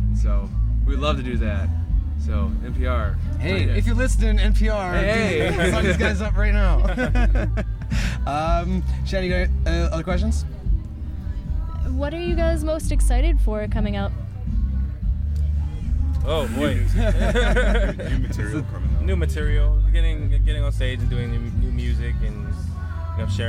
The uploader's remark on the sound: The Dream Zine and GRadio.ca booth at North Country Fair. There were a lot of people around the mics, and a lot of music in the background.